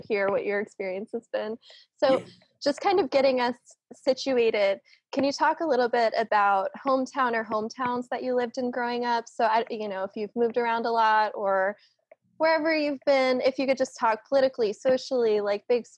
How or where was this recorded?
video call